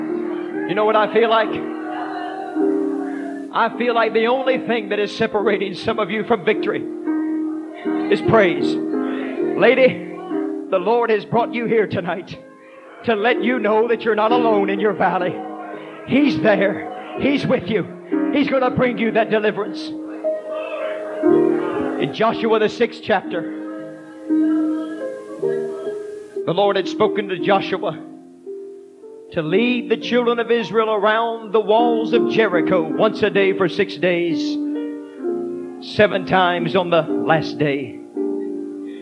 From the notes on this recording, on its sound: This sermon was preached at the Mississippi Church of God Winter Camp Meeting 03/30/1989